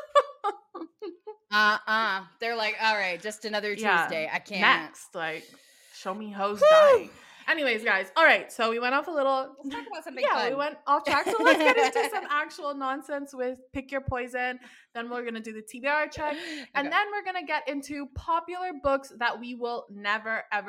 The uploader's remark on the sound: We had to record twice and we still couldn't get good audio and video. This is AUDIO ONLY.